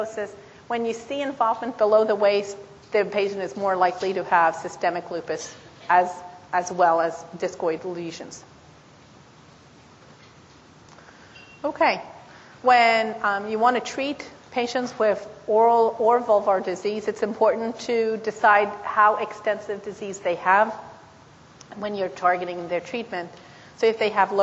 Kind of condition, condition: setting, live audience